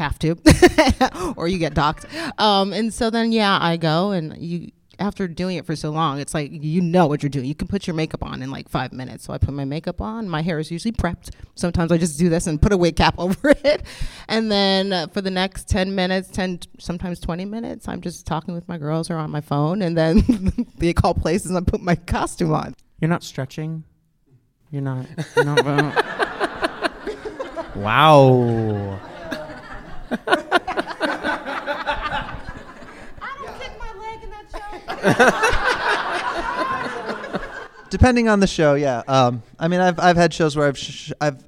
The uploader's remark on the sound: I posed this question to five of the most experienced and storied ensemble actors working on Broadway today before a live audience at BroadwayCon 2020.